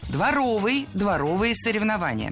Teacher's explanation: Правильный вариант – дворовый, дворовые соревнования. Прилагательное, образованное от существительного «двор» – дворовый, с ударением на втором слоге и окончанием «ый».